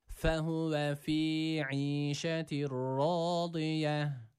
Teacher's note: Devamında fi kelimesi de uzatılıyor. Bir elif miktarı.